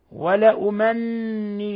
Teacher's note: لاحظوا النون المشددة اللي بعد اللام تغن مقدار حركتين